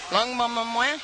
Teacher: emphasizing the nasalized vowels that are so typical of Guadeloupean Creole